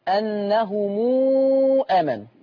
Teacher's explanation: هنعمل لها صلة طالما أن الميم وراها همزة. هنعمل لها صلة ست حركات.